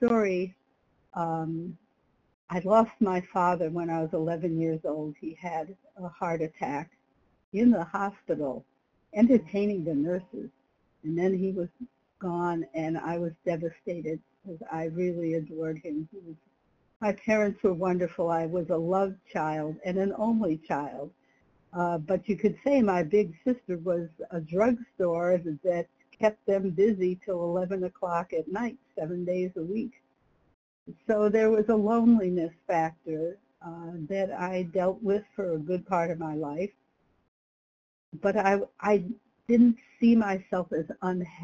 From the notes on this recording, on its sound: from the 100 Pounders Phone Meeting